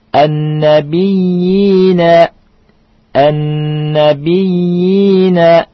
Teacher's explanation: Ini nabiyyin mad tamkin. Panjangnya dua harokat, ya.